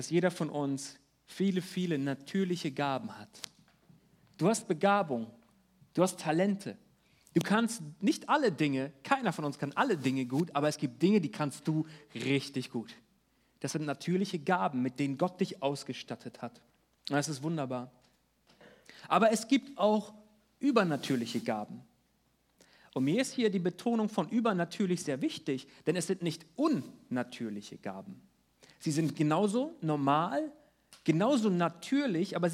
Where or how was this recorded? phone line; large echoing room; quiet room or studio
large echoing room